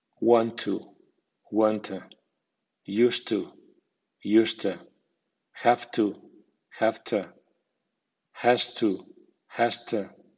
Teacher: La T final de want y la T inicial de to suenan como una sola T. A su vez, la V de have y la S sonora de has se convierten en sonidos sordos delante del sonido sordo de la T de to, sonando to con acento medio o con acento débil.